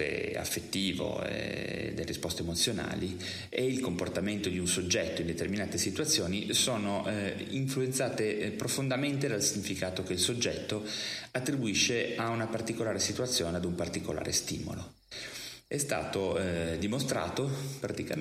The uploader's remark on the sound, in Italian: Peccato che la registrazione sia avvenuta nella Hall di un albergo a Verona con il conseguente riverbero!